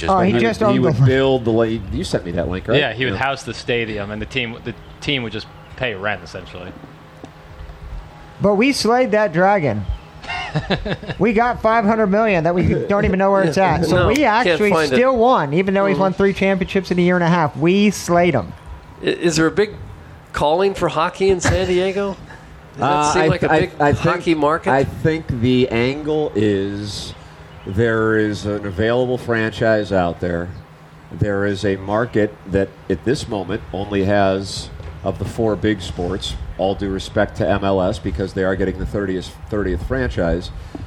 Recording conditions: busy venue